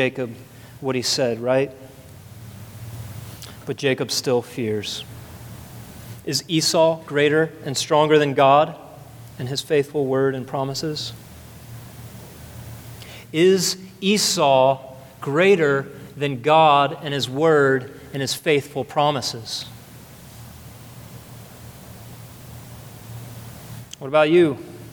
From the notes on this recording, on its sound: at the second service of Redemption Hill Church